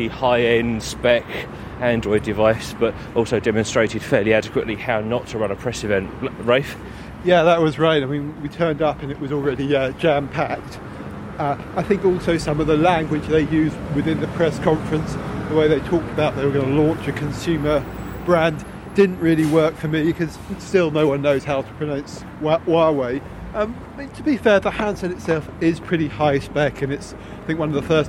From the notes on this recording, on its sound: Live from Mobile World Congress. Recorded live on the street.